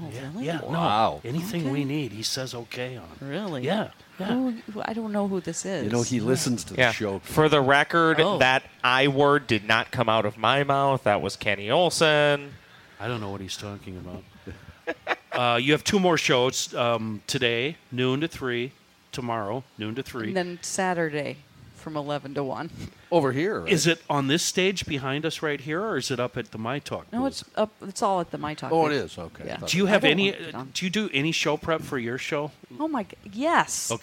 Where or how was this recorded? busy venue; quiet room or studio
busy venue